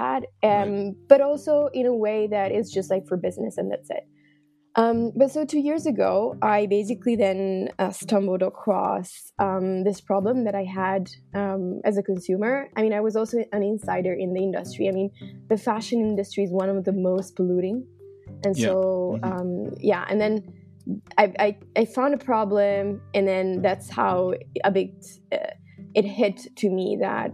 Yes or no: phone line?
no